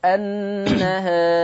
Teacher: كلمة في النهار الألف مقللة قولا واحدا · Term: التقليل